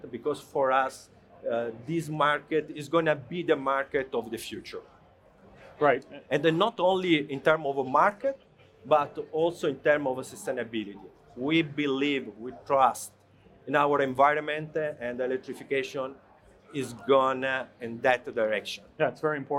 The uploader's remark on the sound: This episode features a fireside chat recorded live at CES 2023.